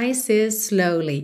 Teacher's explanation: E is termina em s. Slowly começa em s. Você faz um s só.